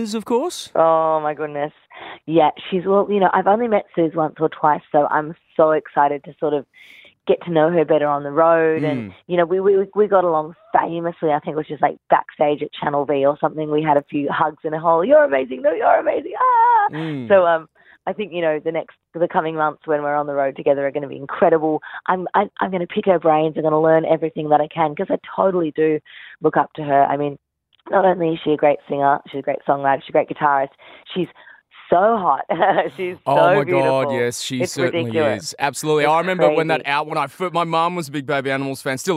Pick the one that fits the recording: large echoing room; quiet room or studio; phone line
phone line